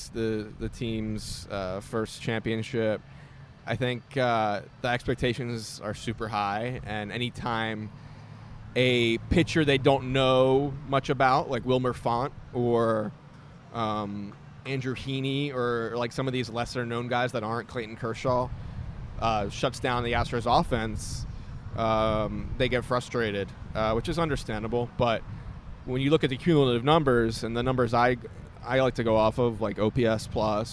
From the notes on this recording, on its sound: In a live recording at Baileson Brewery.